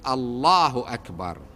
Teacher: إذن هذه هي القاعدة، ينبغي أن يفخم الإنسان لما يكبر يقول الله أكبر، يفخم اسم الجلالة ويفخم الراء والباء من أكبر، ممكن يقول أكبر رققها، مو غلط لكن مو فصيح.